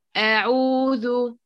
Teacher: أقيم الهمزة وحققيها كذلك، لا تقرأي بها ضعيفة وكأنها مسهلة. أعوذ، لا، ليس خاطئة ومهموسة كذلك، مجهورة متمة الفتح.